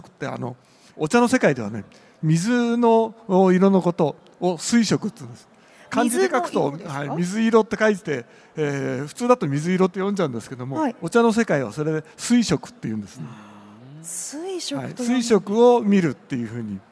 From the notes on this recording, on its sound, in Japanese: CRAFT SAKE WEEK 2023 at ROPPONGI HILLSにて公開収録。